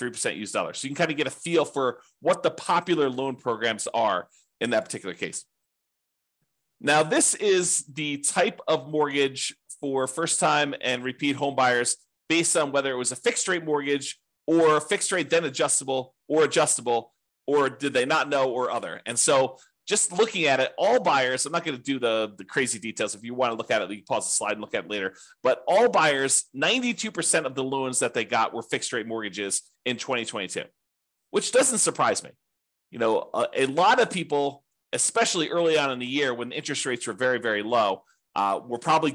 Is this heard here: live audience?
no